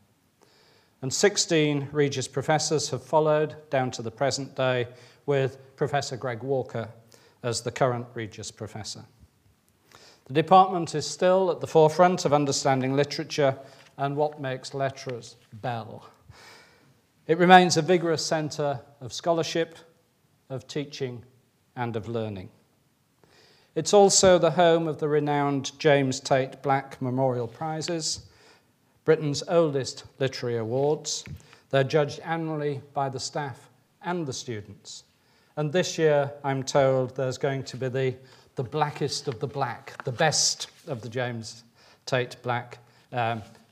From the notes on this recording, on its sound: Recorded on Thursday 24 May 2012 at the University of Edinburgh's George Square Lecture Theatre.